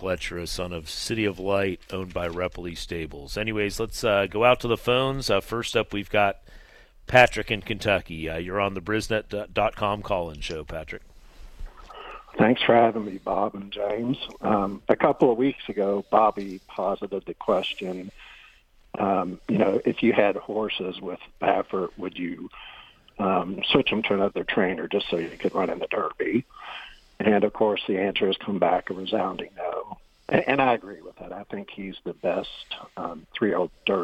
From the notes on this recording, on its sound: HRRN’s Brisnet.com Call-in Show